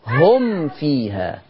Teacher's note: لما الميم يبقى وراها فاء بنشد على الإظهار شوية عشان ما يحصلش الإخفاء